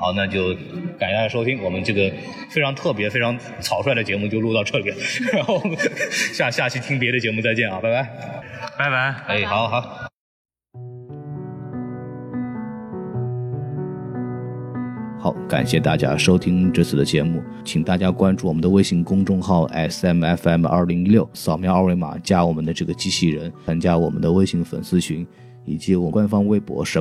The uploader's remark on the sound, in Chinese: 本节目为影展现场录制，音质草率请注意收听。在平遥电影宫的现场给大家录了一期简单的节目。